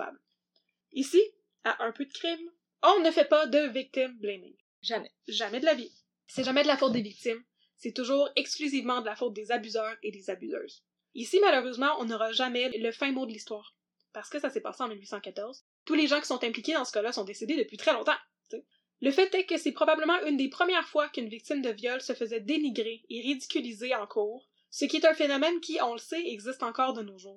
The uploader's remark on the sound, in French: La qualité audio de cet épisode n'est pas optimale.